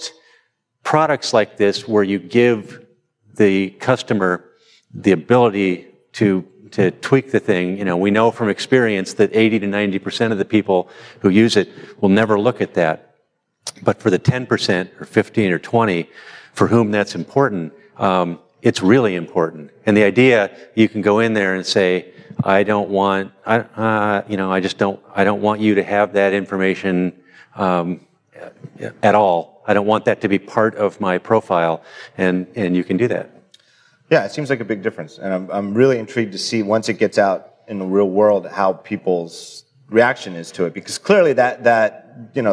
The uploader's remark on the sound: Recorded in front of a live audience at Microsoft’s Build developer conference in San Francisco.